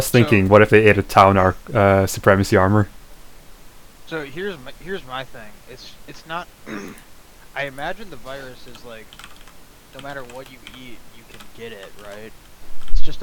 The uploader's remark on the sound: Apologises for the static, he has no fucking idea what caused it.